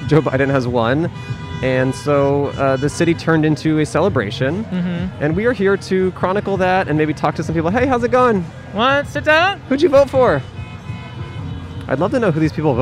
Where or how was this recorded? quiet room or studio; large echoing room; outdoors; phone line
outdoors